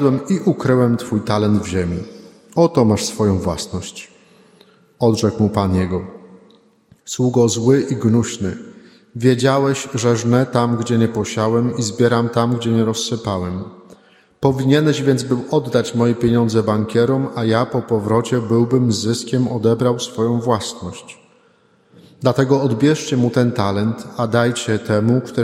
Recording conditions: large echoing room